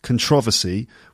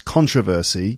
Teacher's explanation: traditionally in British English, it's supposed to be controversy with the stress on the second syllable · Shown in: first take · controversy, whereas in the United States, the standard way of saying it is with the stress on the first syllable, so that's controversy.